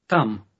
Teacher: It starts with a T sound, as you might guess, but it's not as explosive as the English T.